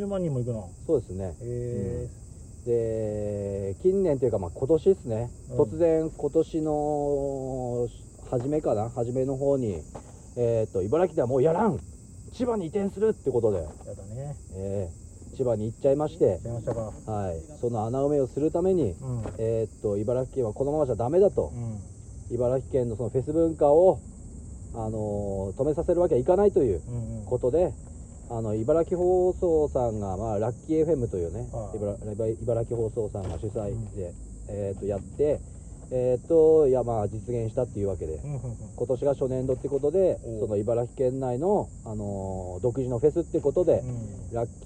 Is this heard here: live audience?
no